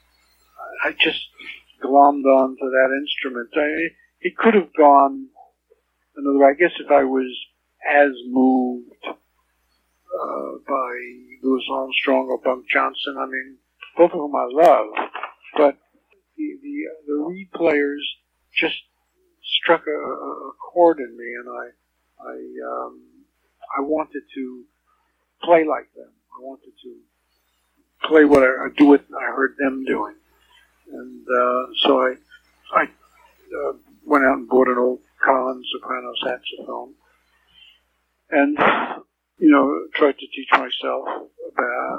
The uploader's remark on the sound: This interview was recorded back in 2008. The original recording had a very poor sound quality. Audio restoration was completed greatly improving the clarity.